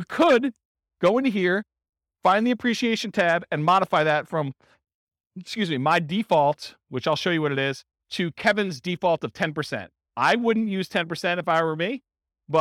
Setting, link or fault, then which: setting, live audience